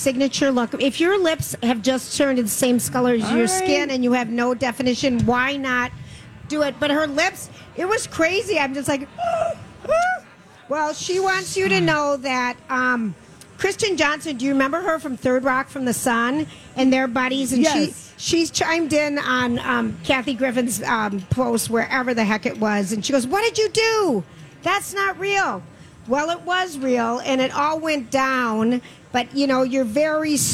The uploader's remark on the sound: LIVE from the Minnesota State Fair.